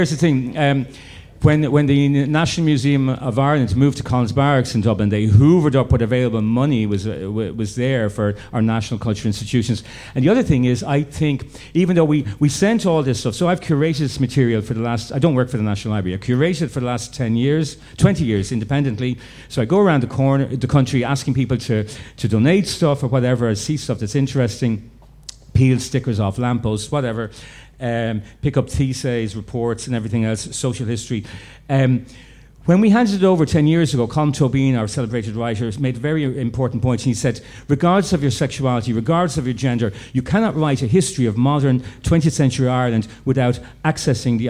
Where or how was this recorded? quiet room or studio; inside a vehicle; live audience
live audience